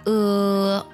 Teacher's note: 我们在读呃的时候呢舌头是不能打卷的，可以把自己的舌尖呢顶到你的下齿这里发呃，只要能保持住这个动作，那么这个音是绝对不会发错的。或者你可以用中文当中的什么，但不要喊什么，不要什么是什么，还有饿了这两个音啊去带这个呃的音，就肯定不会出错。刚才所说的这两个发音误区呢，就是我们在读 usually 这个单词的时候最大的误区。还有一点呢，就是我们在美式发音当中呢，有些时候由于元音弱读呢，会把这个音读作 usually 而不是 usually，就没有那个 u 的音了。当然你读 usually 也是对的，一般来讲呢 usually 是它的一个完全体，而美音当中呢通常会有元音弱读的现象，所以呢 uo 觉得很麻烦，直接就弱读成了 u 的音了， usually 这么去读了。最后呢，我再次朗读一下刚才那三个句子，要特别注意一下这个单词的发音。Number one, they